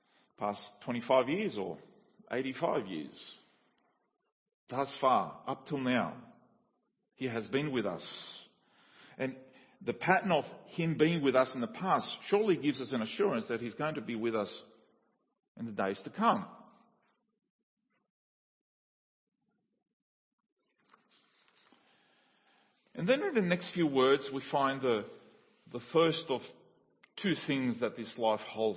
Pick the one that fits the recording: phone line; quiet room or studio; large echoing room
large echoing room